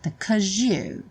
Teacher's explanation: é muito comum, no caso 'cause, que é a forma curta do because, ganhar na junção com you um som de J.